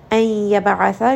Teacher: nun sakin here is going to have idgham. I'm going to merge this with the next letter, which is ya. Yaba'atha, ba is going to have ghalqala.